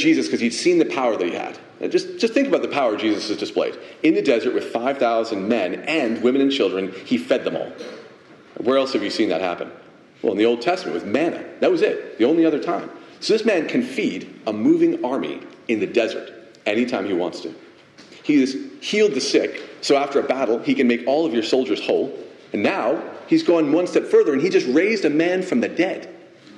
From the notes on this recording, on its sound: Message delivered Sunday, May 21, 2023 at Mt Carmel Primitive Baptist Church, Bel Air